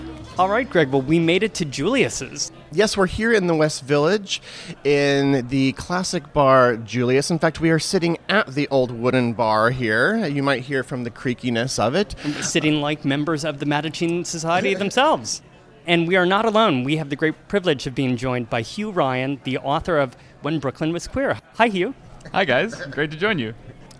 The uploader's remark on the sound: Recorded at Julius' of course.